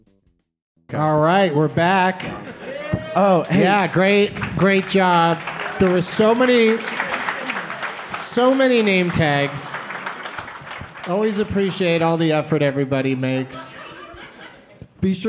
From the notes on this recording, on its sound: Live from the Comedy Zone in Charlotte